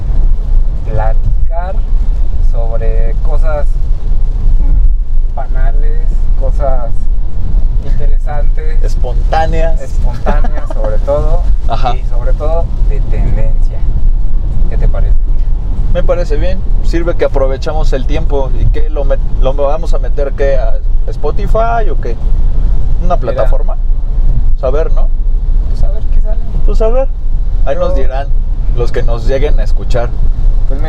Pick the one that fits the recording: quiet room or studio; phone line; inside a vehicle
inside a vehicle